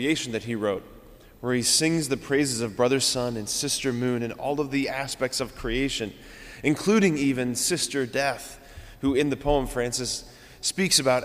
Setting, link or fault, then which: setting, large echoing room